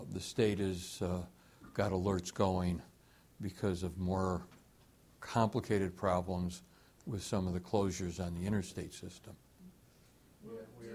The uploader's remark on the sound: Press Conference